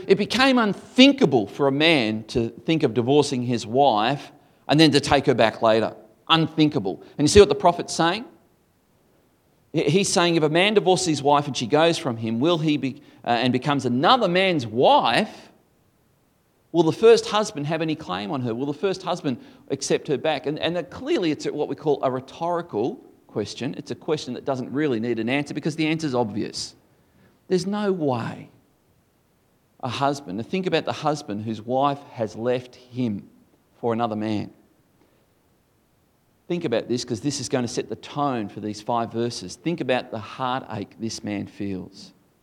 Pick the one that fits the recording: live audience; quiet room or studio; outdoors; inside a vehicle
live audience